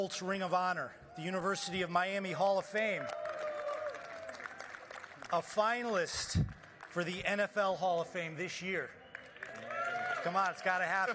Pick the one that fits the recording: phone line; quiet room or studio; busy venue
busy venue